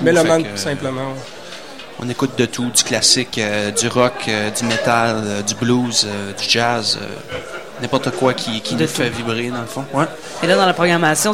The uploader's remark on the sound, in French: En entrevue à CKRL 89,1 en direct du bar Le Sacrilège au Festival d'été de Québec.